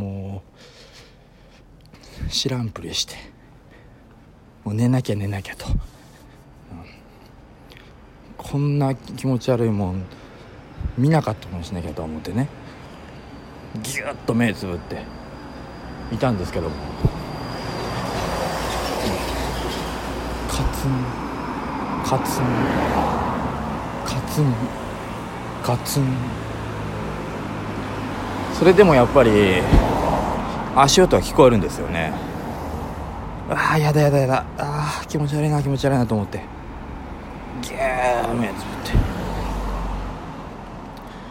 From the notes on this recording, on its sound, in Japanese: ベロッベロに酔っぱらってる帰り道にふと録った音声なんでクオリティはお察しですが